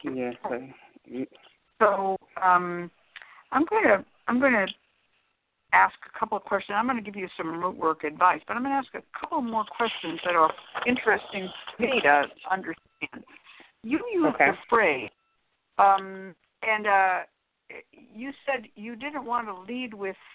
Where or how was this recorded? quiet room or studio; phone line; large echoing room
phone line